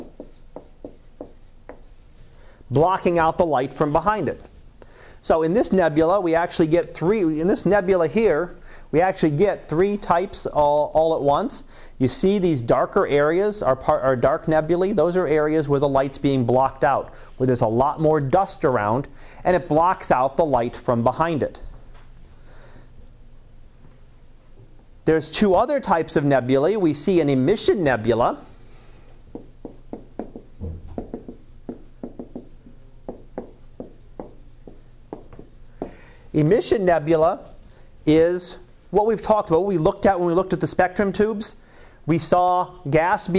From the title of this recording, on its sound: Live Class Lecture